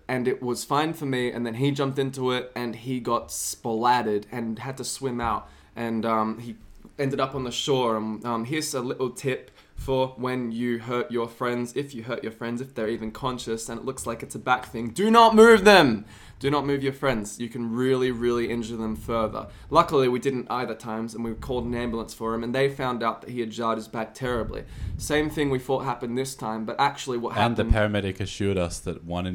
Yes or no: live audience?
no